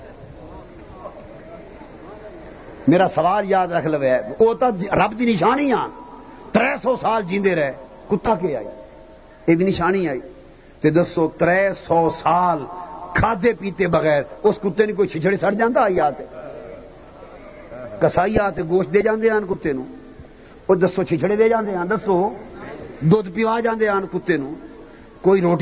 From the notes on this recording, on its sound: A Speech delivered at Manghani Sharif